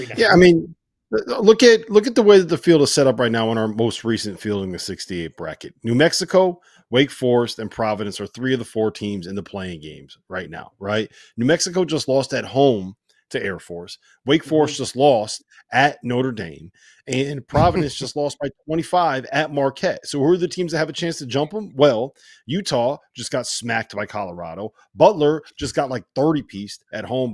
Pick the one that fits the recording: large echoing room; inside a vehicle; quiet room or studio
quiet room or studio